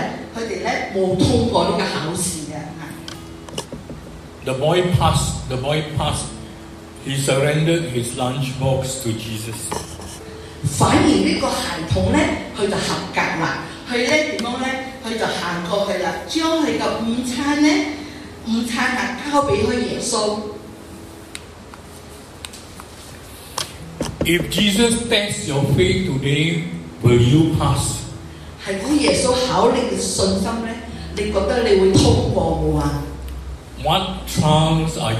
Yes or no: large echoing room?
yes